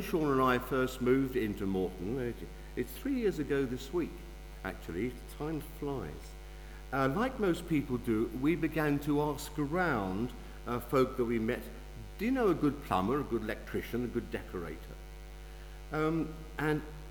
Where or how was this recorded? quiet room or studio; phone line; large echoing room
large echoing room